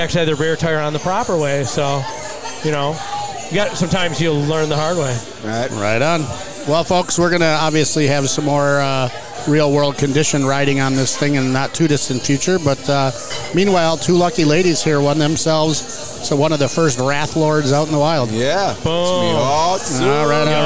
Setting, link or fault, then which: setting, busy venue